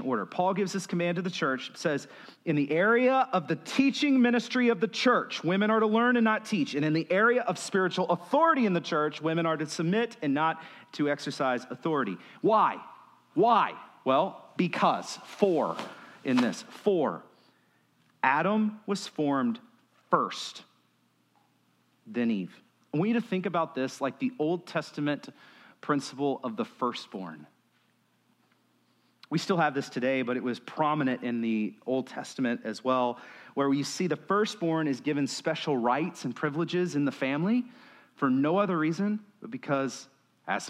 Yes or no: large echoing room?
yes